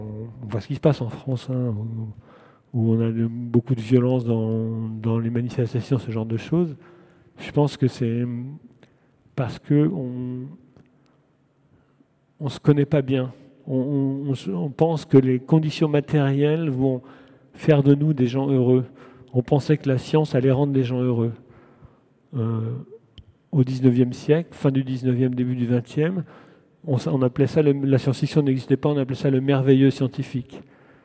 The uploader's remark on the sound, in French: en direct de la Foire du Livres de Bruxelles